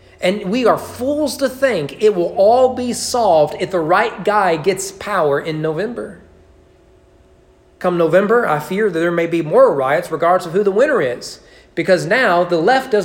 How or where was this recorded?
large echoing room